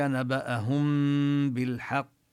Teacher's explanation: نبأهم هنا الميم حكمها الإخفاء، جاء بعدها حرف الباء